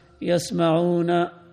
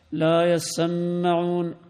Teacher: وقرأ جمهور الناس يسمعون بسكون السين وتخفيف الميم · Shown in: first take · وقرأ حمزة وعاصم في رواية حفص: لا يسمعون، بتشديد السين والميم من التسميع.